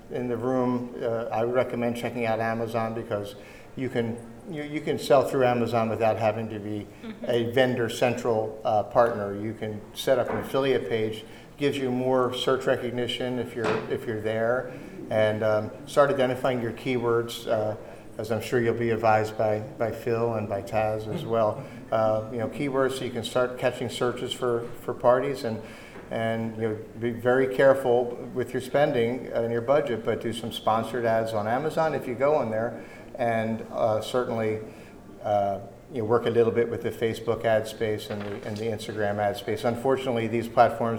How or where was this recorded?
busy venue